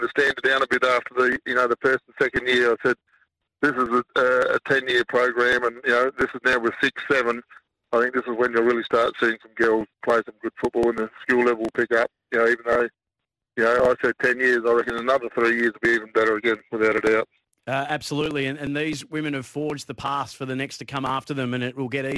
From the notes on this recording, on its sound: takes calls and texts